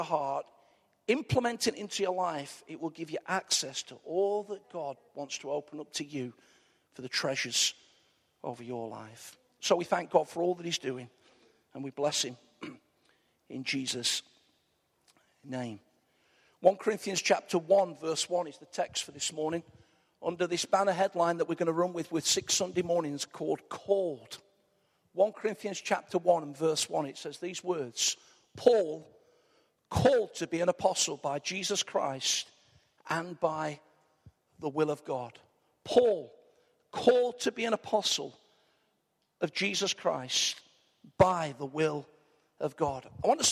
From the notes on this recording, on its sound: Arena church, Ilkeston